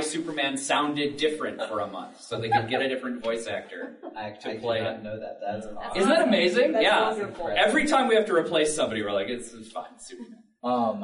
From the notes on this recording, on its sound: Today we bring you a recording from our panel at the Oak Lawn Public Library.